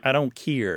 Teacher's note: the care is often pronounced keer